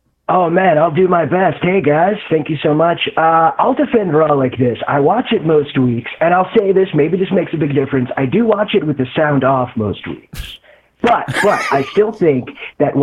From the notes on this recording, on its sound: CALLERS ATTEMPT TO DEFEND.